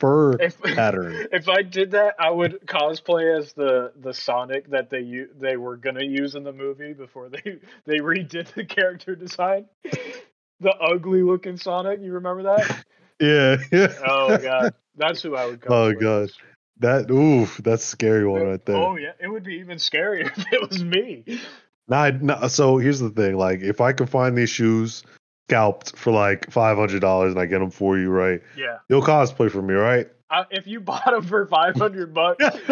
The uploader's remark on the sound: Their recording equipment is subpar in this episode, but the vibes are just right.